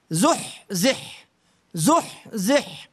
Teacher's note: والزاي حرف صفير والحاء حرف همس. ما يعطي صدى لحركة الزحزحة وتردد أدوات النطق حين النطق بالكلمة زحزحة لتعيش المعنى في تراكيب حروفه كما تدل عليه معنى كما تدل عليه اللفظة.